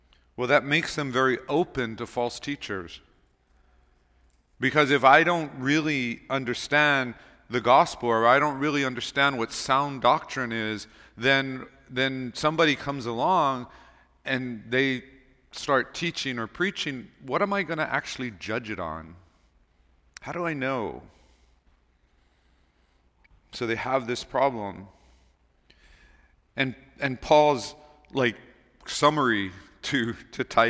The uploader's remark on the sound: Recorded on November 19, 2023 at Waialae Baptist Church